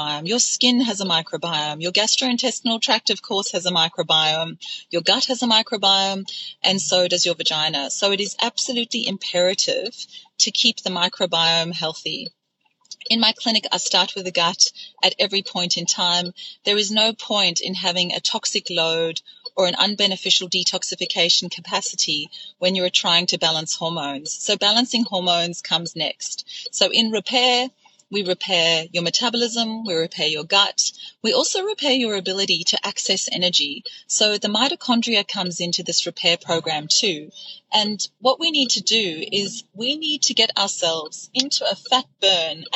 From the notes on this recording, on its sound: This episode was recorded in the spur of the moment, as I'm driving home from dropping my son to his cricket match.